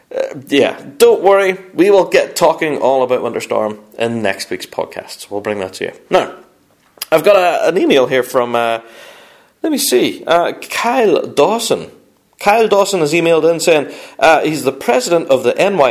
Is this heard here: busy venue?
no